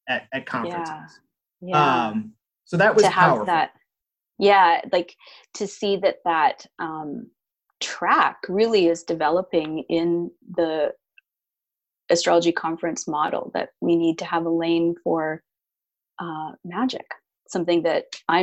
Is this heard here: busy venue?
no